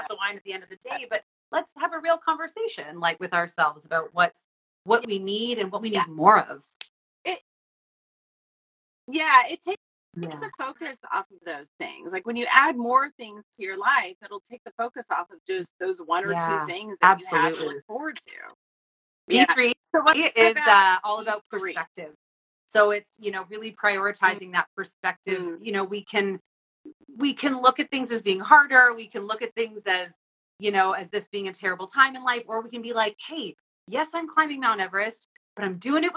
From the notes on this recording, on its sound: Enjoy the replay of The Midlife Makeover Show Live on Instagram